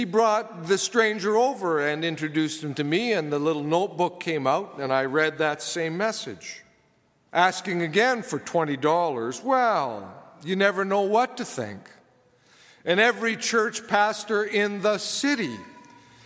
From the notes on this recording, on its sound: preached at saint benedict's table on Christmas Eve 2015